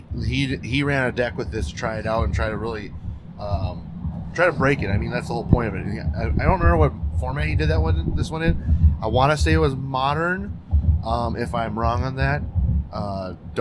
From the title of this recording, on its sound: Driving Back From MagiCon Minneapolis